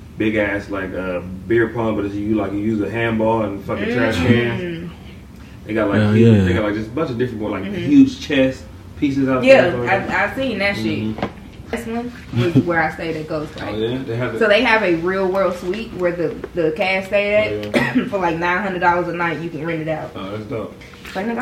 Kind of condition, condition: fault, poor sound quality